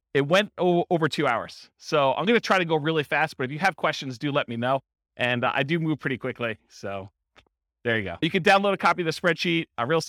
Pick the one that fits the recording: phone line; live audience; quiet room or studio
live audience